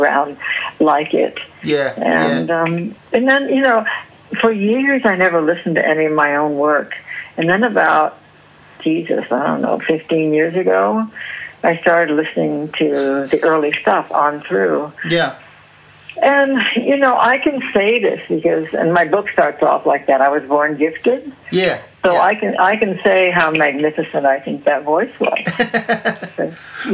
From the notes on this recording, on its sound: A phone conversation (recorded in 2015)